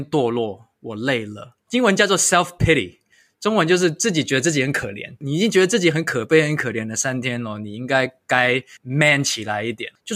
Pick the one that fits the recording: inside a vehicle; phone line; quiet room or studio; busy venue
quiet room or studio